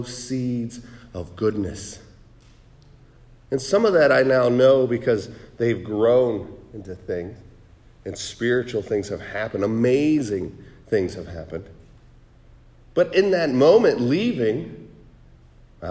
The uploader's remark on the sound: Sermon preached on November 19, 2023 at The Salvation Army Augusta Kroc Center